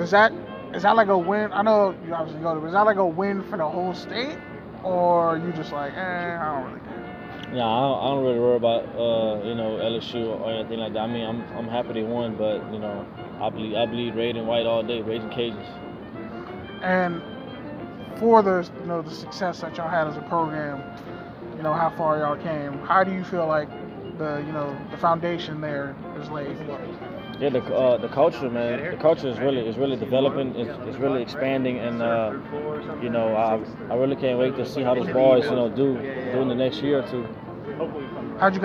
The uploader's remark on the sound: Live from the NFLPA Collegiate Bowl practice.